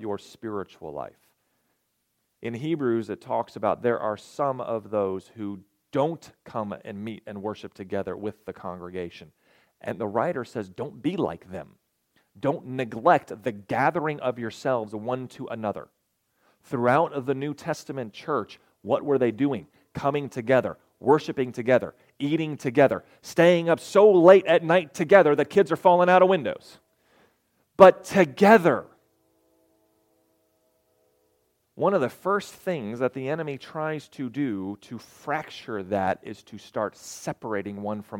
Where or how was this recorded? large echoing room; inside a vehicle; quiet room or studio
large echoing room